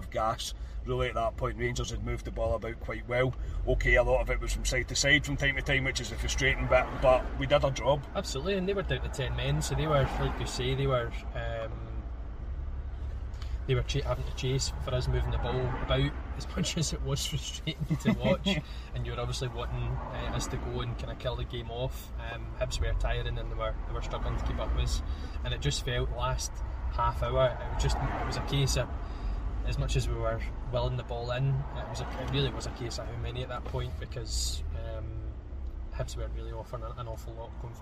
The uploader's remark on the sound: From the car outside Ibrox.